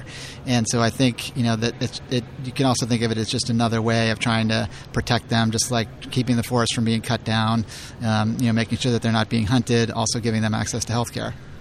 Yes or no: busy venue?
yes